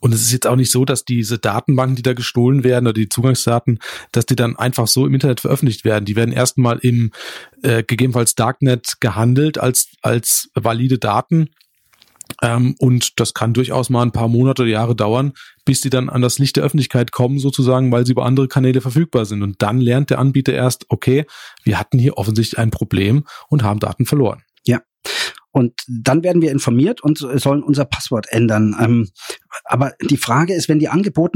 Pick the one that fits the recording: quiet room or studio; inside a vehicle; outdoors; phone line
quiet room or studio